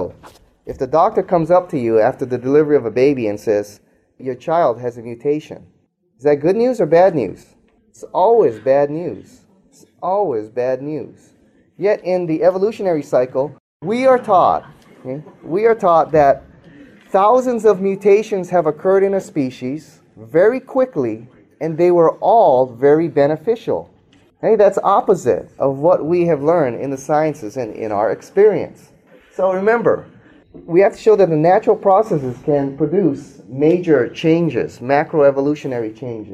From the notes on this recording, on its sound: speaks to a live audience